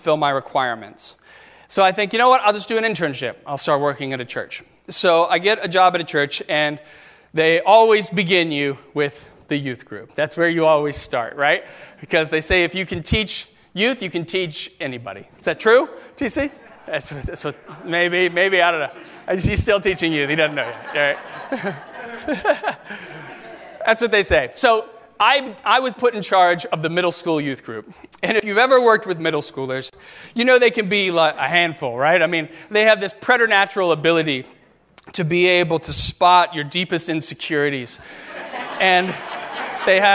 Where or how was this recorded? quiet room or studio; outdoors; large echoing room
large echoing room